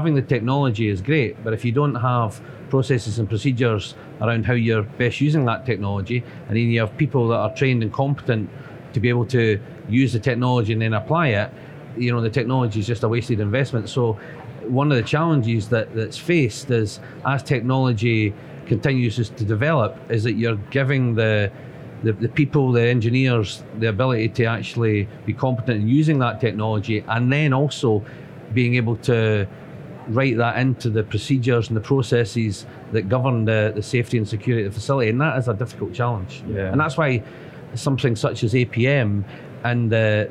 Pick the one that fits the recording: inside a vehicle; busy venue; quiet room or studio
busy venue